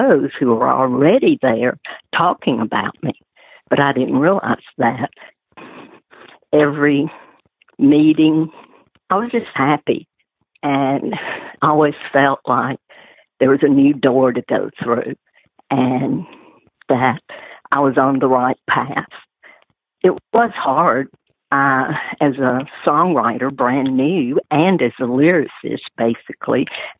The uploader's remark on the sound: She joined me by phone for this very interesting, personal in-depth look.